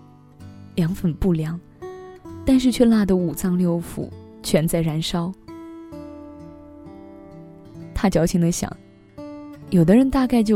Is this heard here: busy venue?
no